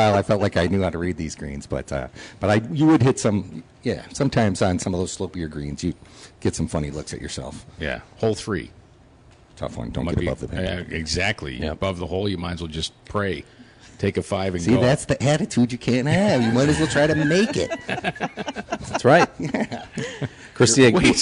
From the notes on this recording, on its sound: live from Lancaster Country Club.